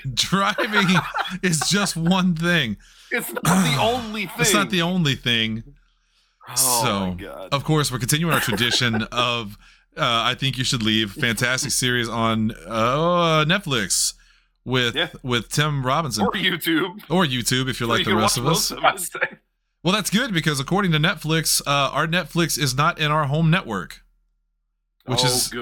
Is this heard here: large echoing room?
no